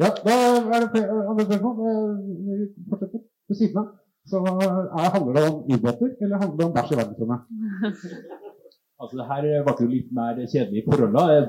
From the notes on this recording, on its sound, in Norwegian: Q&A fra Trondheim. Lyden er dessverre ganske dårlig.